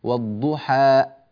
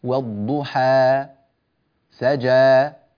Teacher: الصواب أن نأتي بألف مقدارها حركتان وألا تنقطع في آخرها · Shown in: second take · هكذا كما قرأنا والضحى سجى، هكذا الصوت امتد بالألف دون أن ينقطع وينتهي.